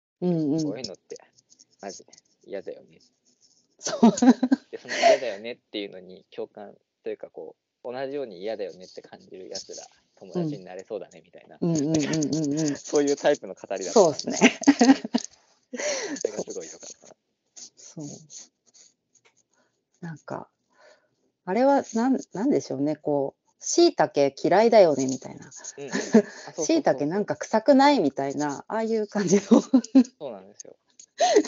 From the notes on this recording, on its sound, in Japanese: Skype収録